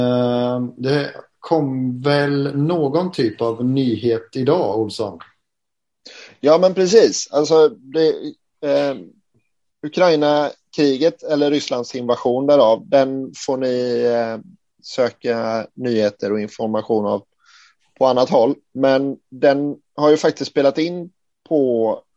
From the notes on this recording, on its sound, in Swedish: träffades återigen för en virtuell inspelning